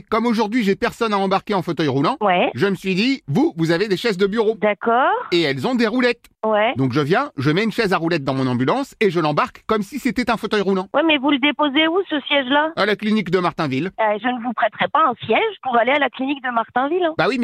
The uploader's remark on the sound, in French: L’appel trop con de Rire & Chansons